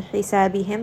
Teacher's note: حَا is going to be from the middle of the throat